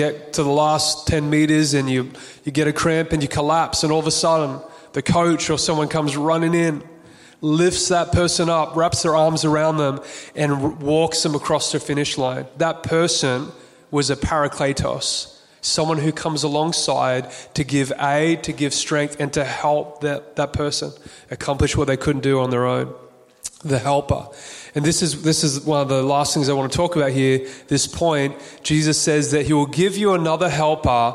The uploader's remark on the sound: Recorded on June 5th 2022 at our Cafe Church style Sunday Service in Burleigh Waters Community Centre on the Gold Coast.